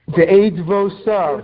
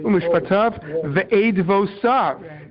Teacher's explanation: the Masorah tells us that the Vav is actually pronounced as a consonant · Shown in: second take